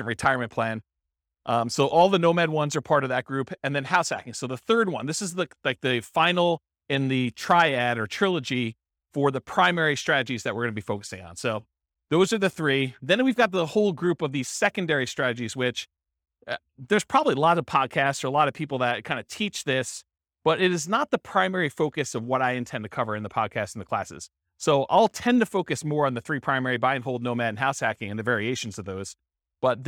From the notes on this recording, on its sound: This was a live class recorded